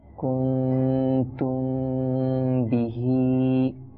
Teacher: কিভাবে, মনে করেন কুনতুম বিহি, মিম সাকিনের পরে বা আসছে, এখানে আমরা ইকফায়ে শাফাউই করব, অর্থাৎ মিম সাকিনকে কিছুক্ষণ নাকের মধ্যে রাখা হবে